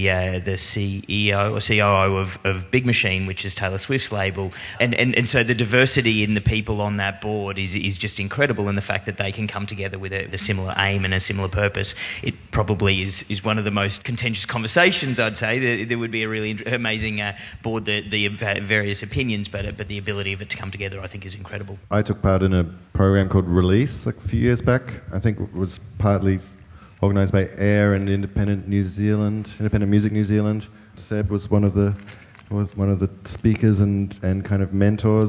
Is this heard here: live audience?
yes